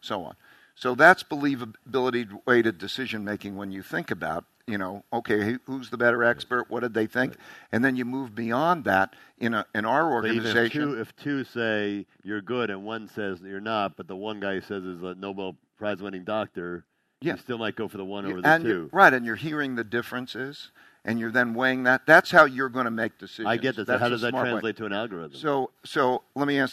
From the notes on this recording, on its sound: a chat recorded at the Forbes 30 Under 30 summit in 2017